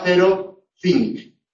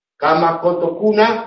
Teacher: El fricativo interdental sordo ante E, I, y el oclusivo velar sordo ante A, O, U.